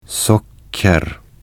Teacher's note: It's a bit more tricky, so here you'll have to make a short pause just before the actual K sound. Socker. · Term: long K sound